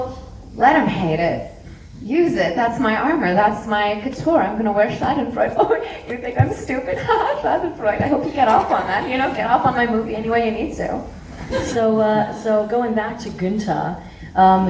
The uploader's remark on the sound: Grimmfest Special. What you have in this episode is their Pre-Film intro, the Post film Q&A, and finally my sit down chat with them.